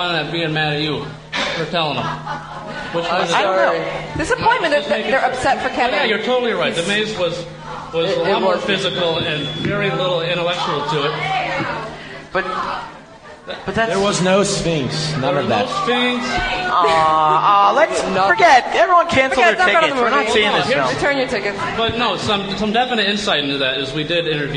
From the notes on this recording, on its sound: Our huge live show with PotterCast, recorded at Manhattan’s Union Square Barnes & Noble right after the premiere of Harry Potter and the Goblet of Fire . More than 500 fans came out to say hello; we all were downright terrified.